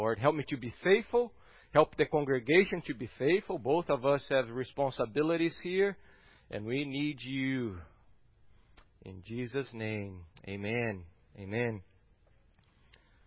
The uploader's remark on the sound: At Gracious Cross Reformed Church Salem on Sunday, November 22nd, 2020.